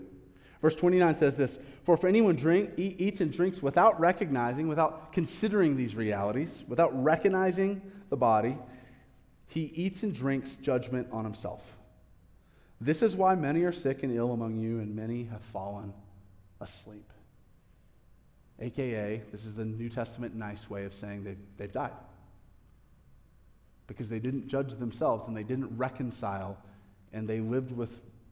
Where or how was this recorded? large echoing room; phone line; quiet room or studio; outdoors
large echoing room